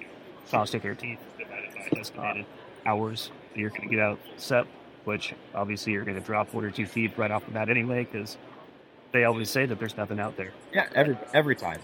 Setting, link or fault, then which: fault, background noise